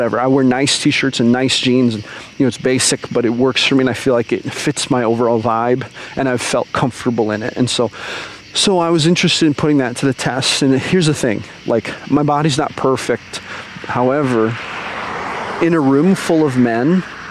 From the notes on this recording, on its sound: recorded while I was out on a walk